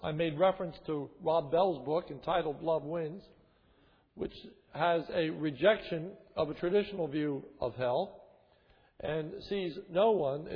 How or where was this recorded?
large echoing room